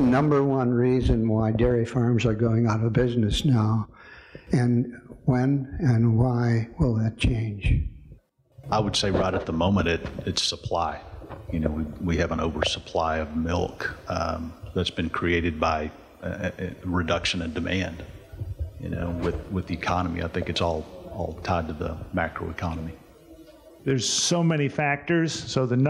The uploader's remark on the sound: This episode of The Dairy Show contains audio from the 2021 Expo Seminar.